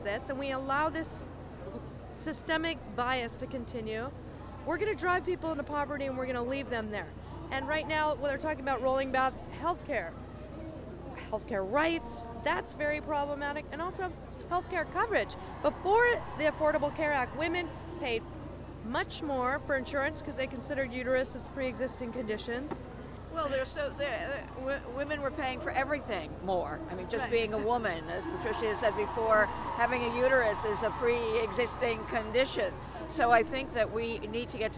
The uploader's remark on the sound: at the Women's March on Washington!